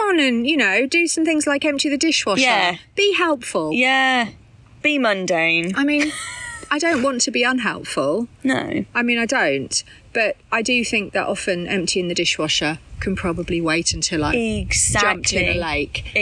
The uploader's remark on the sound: Apologies for the sound quality of this episode - we were outside and it was a bit windy at times. We will get a better mic for next time! Apologies for the background noise in some places.